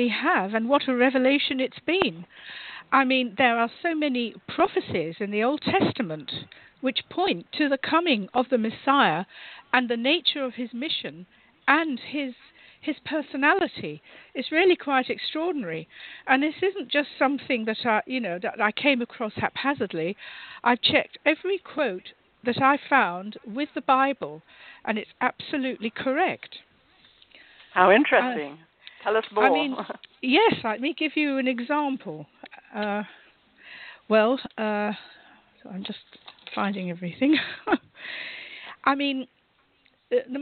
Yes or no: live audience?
no